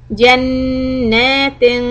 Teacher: But this time there is a كَرِ زَبَر. So after holding the نُون for two harakat, you stretch the fatha two harakat.